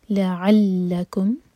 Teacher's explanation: لام شدہ کو سٹرانگ، اور عین حلق سے